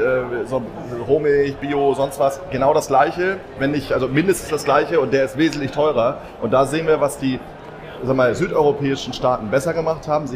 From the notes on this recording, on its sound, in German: LIVE von der Nord Gastro & Hotel. Erstes Live-Special von Bullshit & Käse.